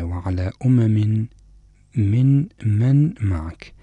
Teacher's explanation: والإدغام الثالث هو إدغام النون في ميم معك · Term: إدغام النون في الميم